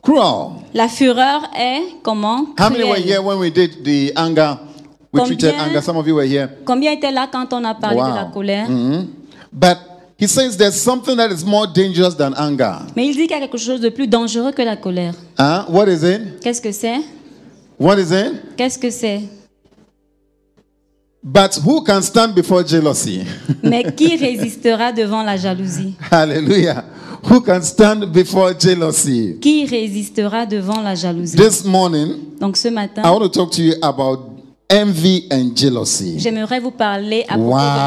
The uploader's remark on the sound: Preached during Joyful Hour Sunday Service